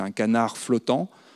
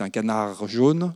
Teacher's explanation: Si vous dites un canard flottant, le R va être dévoisé, ça va être un R. Si vous dites un canard jaune, le R va être voisé, ça va être un R.